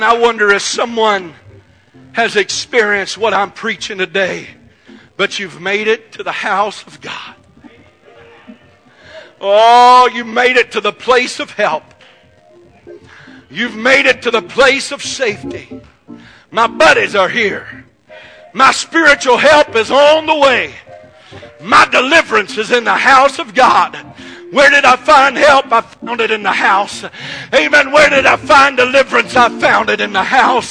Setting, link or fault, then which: setting, large echoing room